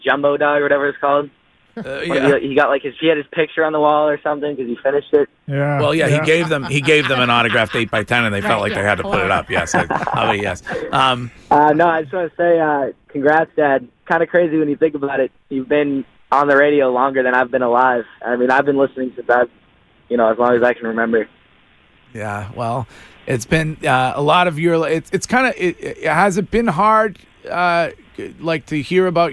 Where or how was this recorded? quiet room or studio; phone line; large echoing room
phone line